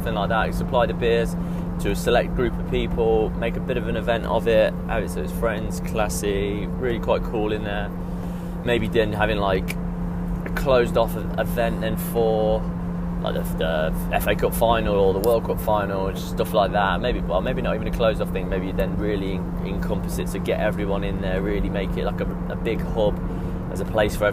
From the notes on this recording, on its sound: Me rambling in the car on the way back home from Coventry, monster energy in hand.